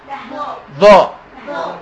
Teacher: الظاء حاجتين، مفخمة وبطلع فيها لسان